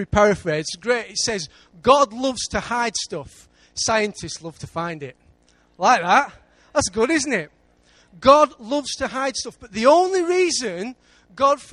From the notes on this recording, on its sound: Recorded live at Life Church Lancashire on Sunday 7th September 2014.